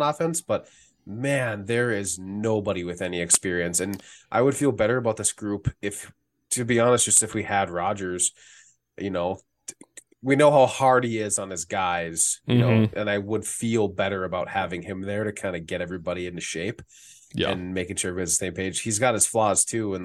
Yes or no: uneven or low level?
no